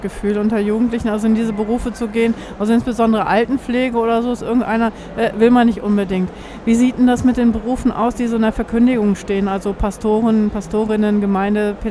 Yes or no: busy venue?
yes